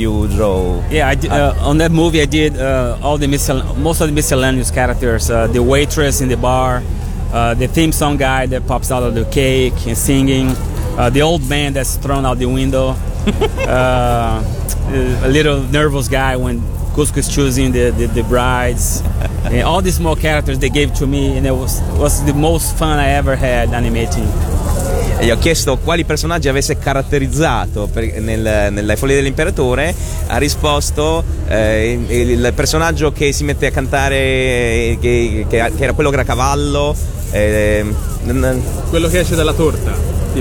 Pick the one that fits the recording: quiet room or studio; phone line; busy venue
busy venue